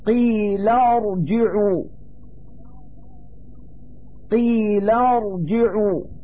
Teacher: اللسان فالمرتبة العليا هي مرتبة الراء مثل قيل ارجعوا قيل ارجعوا فالراء في هذه الكلمة تقع في الطرف الأعلى من آخر اللسان